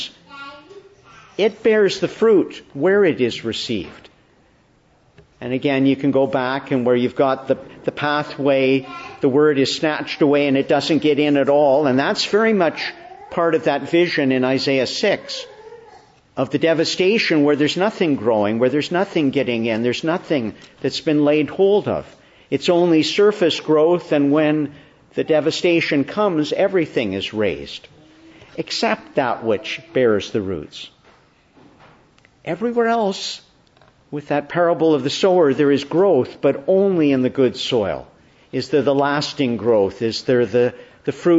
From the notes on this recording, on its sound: December 11, 2022 Morning Service. Preached in the Annunciation of the Blessed Virgin Mary, Ottawa, on the third Sunday of Advent, Year.